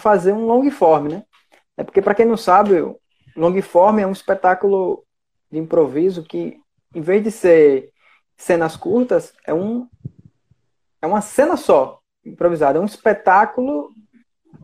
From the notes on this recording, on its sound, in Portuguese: Este episódio surgiu de uma Live no instagram